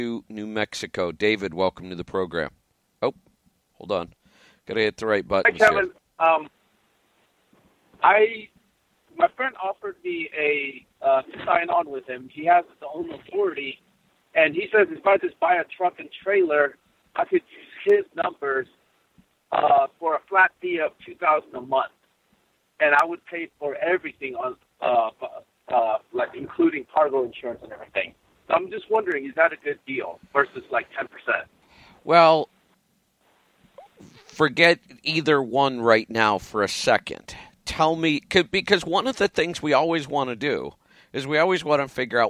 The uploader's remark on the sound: Call in Question and Answer Show